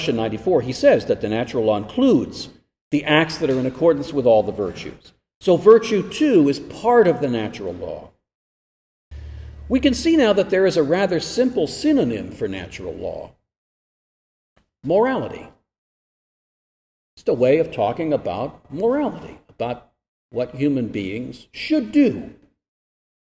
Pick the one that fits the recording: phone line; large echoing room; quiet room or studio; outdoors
large echoing room